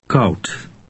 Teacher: Dutch OU resembles the English sound au, as in the word how, only it's shorter.